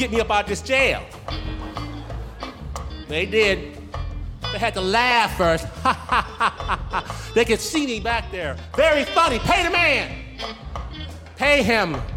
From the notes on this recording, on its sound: As they unveil their darkest secrets before a screaming audience at San Francisco's Brava Theater. Snap Judgment, LIVE!